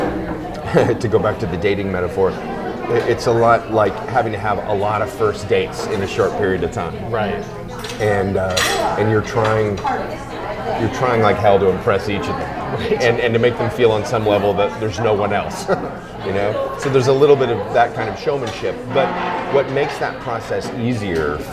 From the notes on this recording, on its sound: This episode was recorded live at The Nook restaurant in Encino and there may be ambient